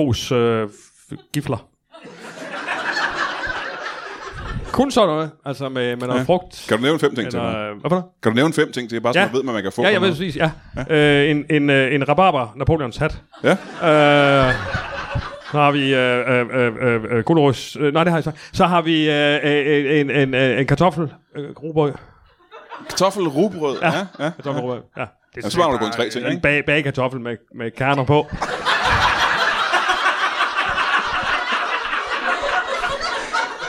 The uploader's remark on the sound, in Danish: LIVE fra Kolding.